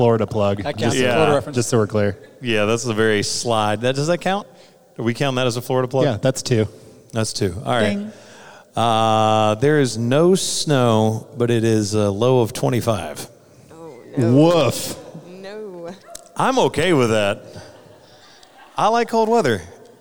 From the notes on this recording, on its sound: LIVE FROM THE SEC CHAMPIONSHIP IN ATLANTA.